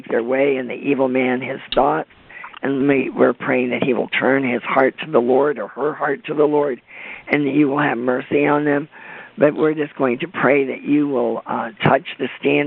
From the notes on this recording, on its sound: CONFERENCE CALL.